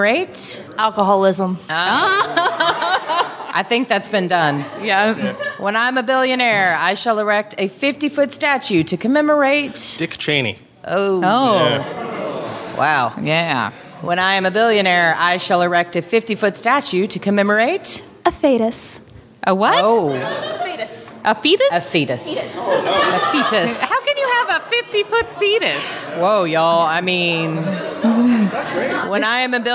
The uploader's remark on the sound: LIVE from Comicpalooza with Cards Against Humanity. We also had some very special guests and listeners leave some awesome messages, and you will hear those throughout the live game play. We have included those soundbites and voicemail messages throughout the show.